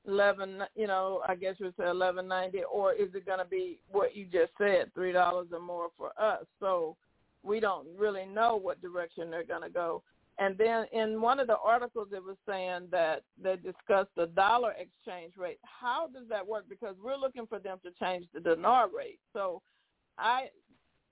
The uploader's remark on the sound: TNTSuperfantastic Conference Call.